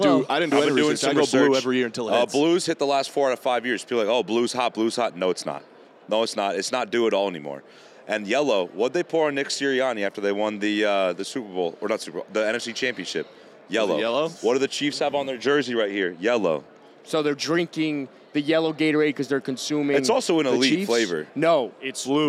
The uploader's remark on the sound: Live from Radio Row at the Super Bowl.